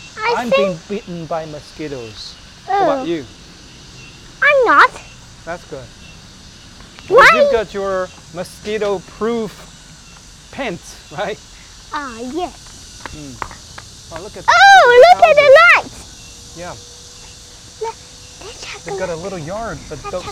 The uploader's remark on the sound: Summer Evening Walk and Talk